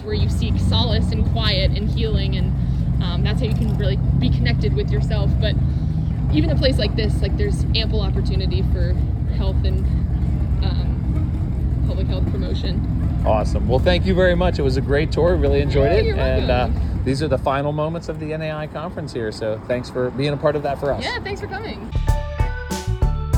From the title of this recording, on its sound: Live from NAI 2023 in Little Rock, Arkansas!